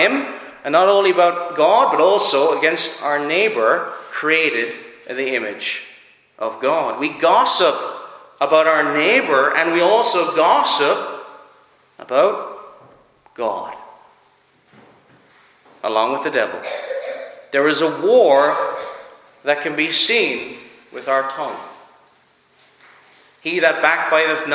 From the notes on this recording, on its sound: Preached at Clare Reformed Presbyterian Church